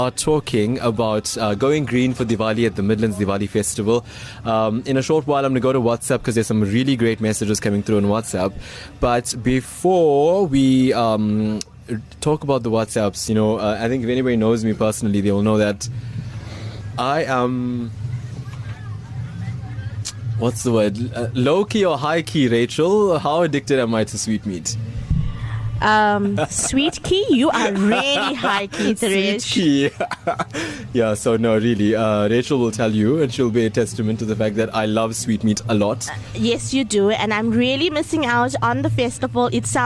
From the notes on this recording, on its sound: live from the Midlands Diwali Festival